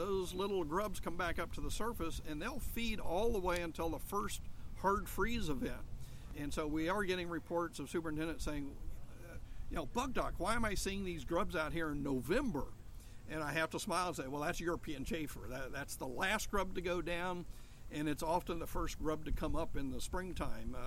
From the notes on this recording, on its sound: Live at the OTF/OSU Turfgrass Research Field Day